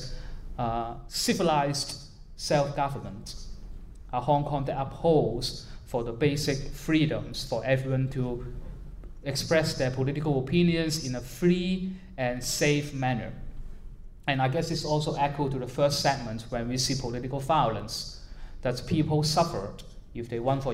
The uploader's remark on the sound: A live recording after a screening of Ten Years.